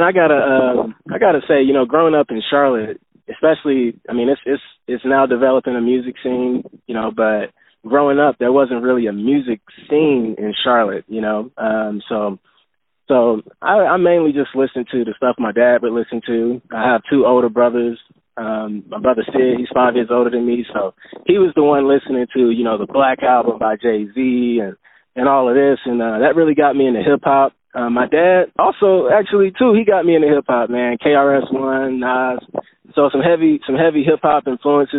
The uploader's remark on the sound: On the phone